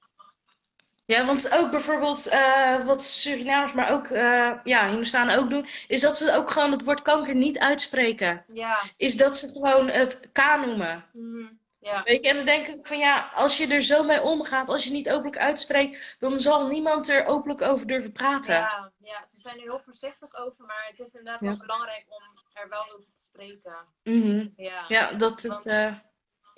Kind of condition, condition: link, video call